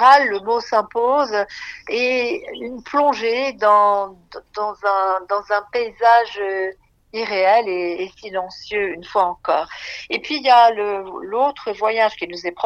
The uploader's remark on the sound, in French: Enregistrement réalisé par téléphone, entre Paris et le Domaine de Chaumont-sur-Loire.